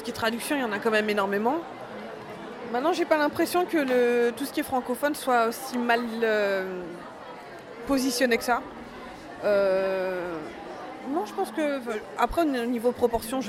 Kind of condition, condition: setting, busy venue